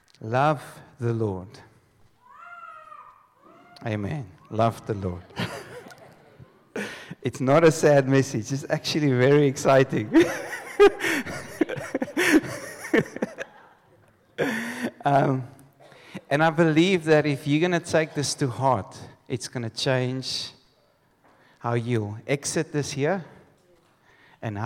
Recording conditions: live audience